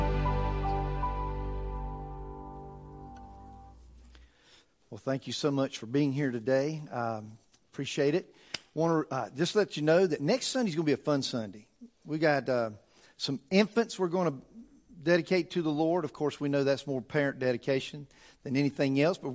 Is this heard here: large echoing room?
yes